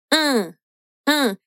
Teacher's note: An, an, ela é bem, bem nasalada. Dessa vez, entretanto, a boca ela deve estar levemente aberta e os lábios na horizontal, como se você estivesse dando um sorriso mesmo. · Term: vogal nasal